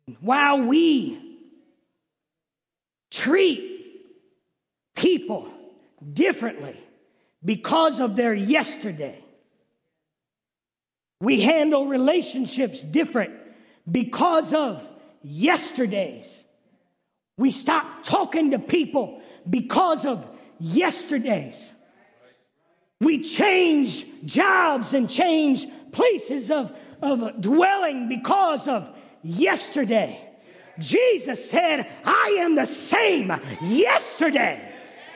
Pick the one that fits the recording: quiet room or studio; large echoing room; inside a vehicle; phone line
large echoing room